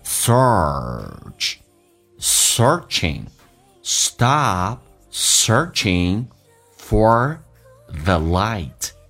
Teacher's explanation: 在美式发音当中需要重度卷舌，整个舌身往回卷，嘴角往后拉一点点